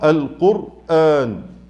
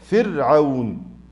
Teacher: أحيانا نسمع حرف راء كبير مفخم، صح؟ القرآن. وأحيانا نسمع حرف الراء مرقق